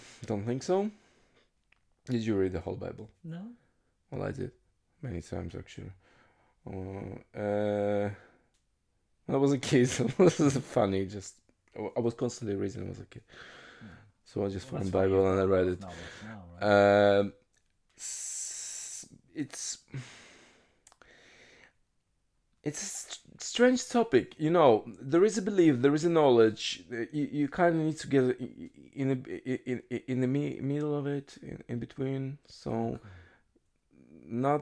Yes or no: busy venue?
no